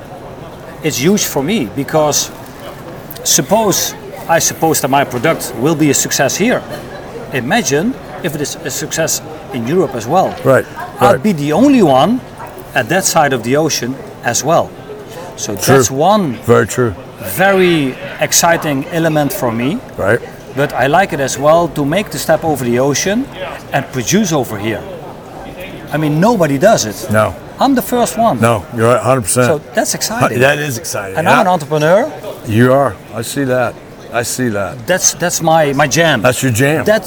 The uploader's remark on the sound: LIVE FROM NATDA SHOW IN NASHVILLE